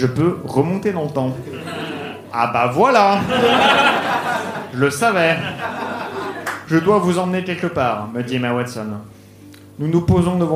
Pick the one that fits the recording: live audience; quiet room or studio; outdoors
live audience